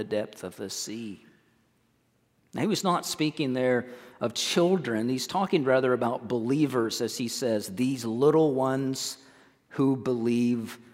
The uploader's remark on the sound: recorded on 05/07/23 at First Baptist Church in Mount Washington, KY